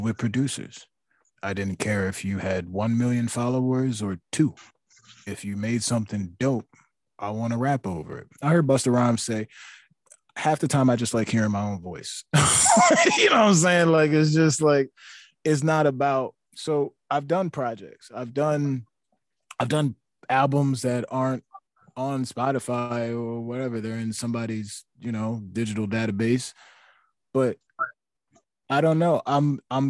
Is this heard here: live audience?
no